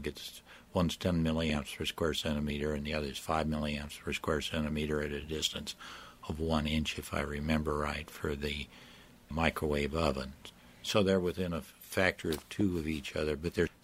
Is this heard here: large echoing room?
no